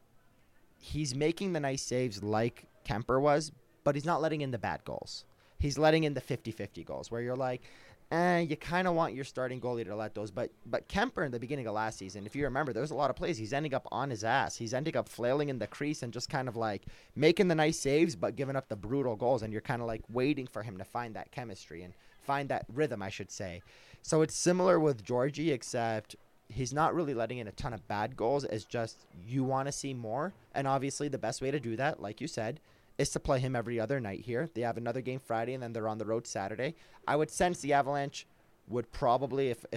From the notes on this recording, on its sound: live at Ball Arena